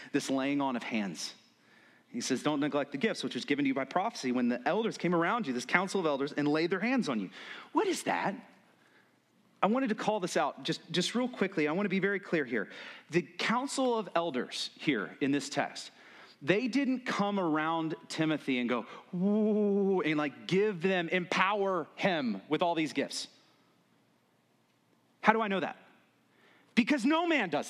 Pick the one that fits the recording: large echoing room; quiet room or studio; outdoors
large echoing room